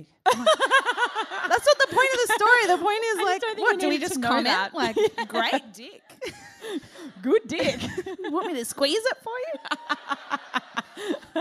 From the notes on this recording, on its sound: Melbourne Live Show. AAMH's live show recorded at Melbourne's Chapel Off Chapel theatre.